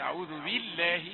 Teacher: لام لفظ الجلالة مرققة لأنها قبلها كسرة